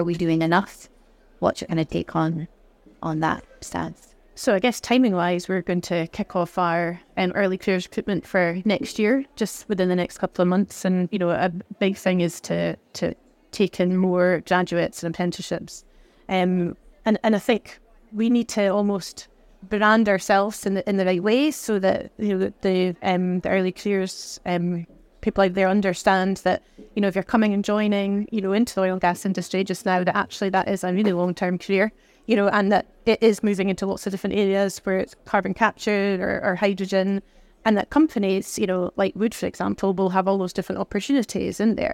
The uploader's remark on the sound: Recorded live at Offshore Europe 2023